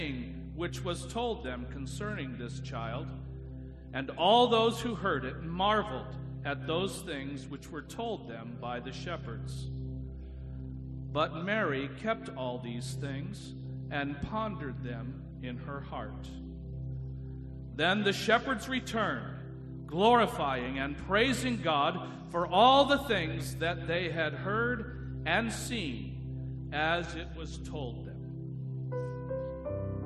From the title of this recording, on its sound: Christmas Eve Candlelight Service